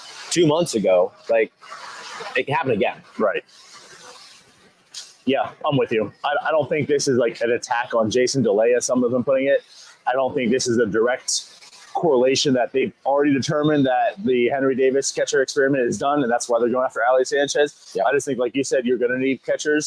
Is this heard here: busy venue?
yes